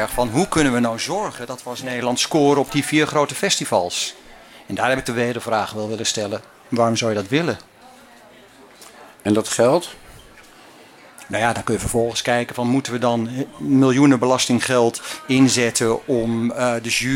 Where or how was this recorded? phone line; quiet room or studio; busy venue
busy venue